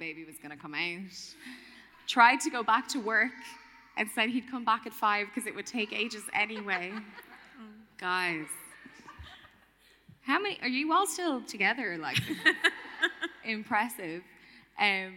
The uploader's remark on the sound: in the Rotunda Hospital for a live podcast